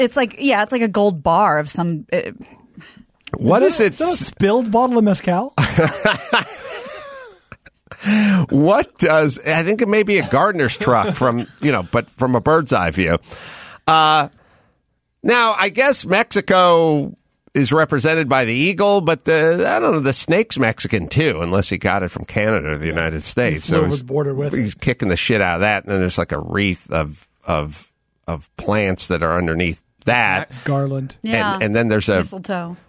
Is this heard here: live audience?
no